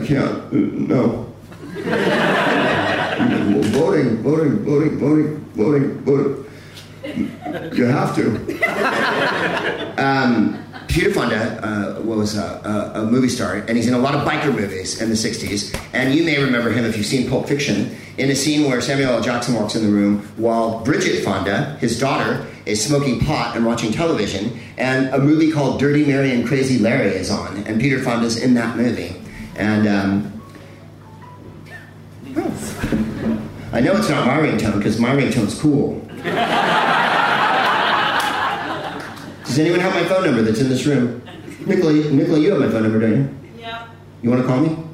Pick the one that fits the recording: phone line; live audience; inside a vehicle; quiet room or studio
live audience